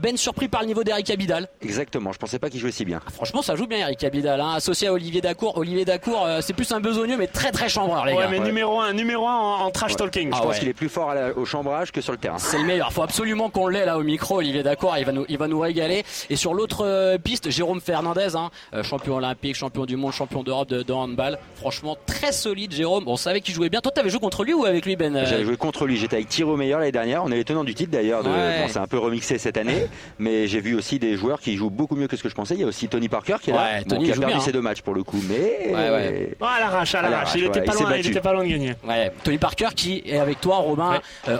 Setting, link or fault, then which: setting, busy venue